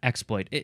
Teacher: Yeah, and I definitely would want to emphasize the first syllable for this one, exploit.